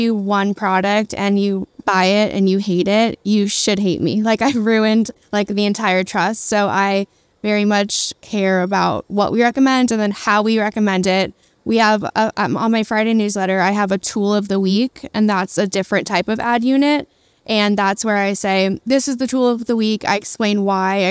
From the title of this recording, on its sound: Live at SXSW